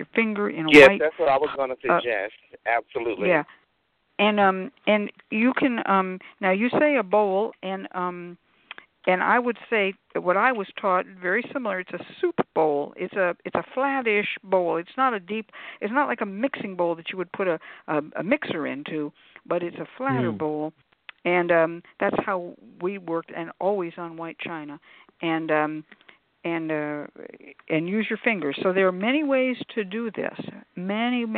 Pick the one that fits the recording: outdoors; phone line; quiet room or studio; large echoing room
phone line